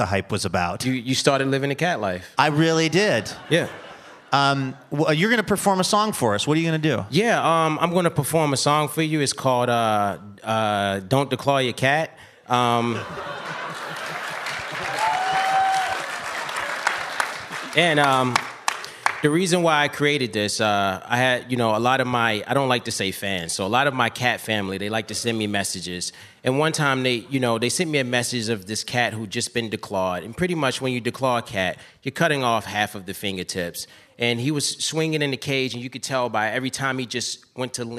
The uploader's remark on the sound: This special Live Wire episode brings together some "All-Star" guests by way of the Portland Book Festival.